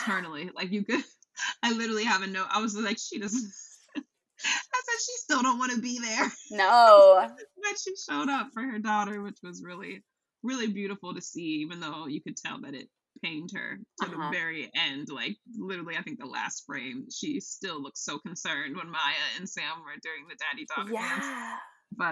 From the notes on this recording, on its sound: We had some audio and technical difficulties during this episode